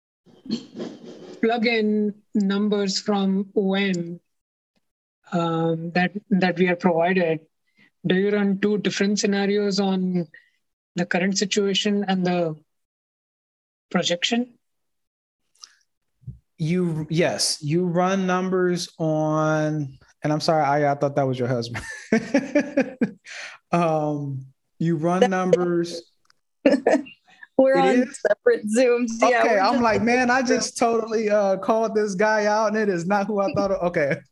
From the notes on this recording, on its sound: Investors Gallery is a live call open to the public. Investors Gallery is recorded and filmed in the Art Gallery built in the home of the Principle of Dimensional Capital Partners. Through this live zoom conference.